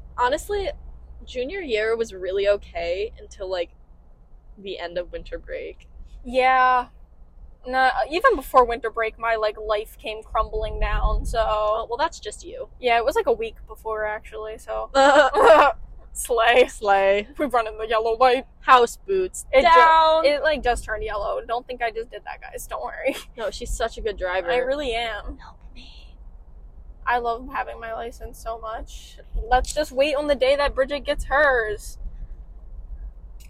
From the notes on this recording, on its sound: sorry about the mics we’re working on sorting them out!